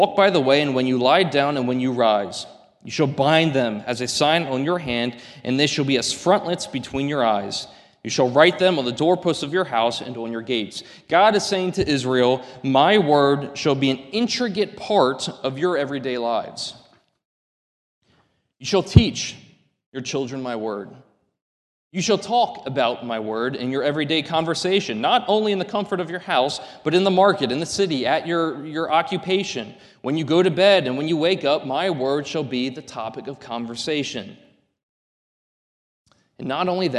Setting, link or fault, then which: setting, large echoing room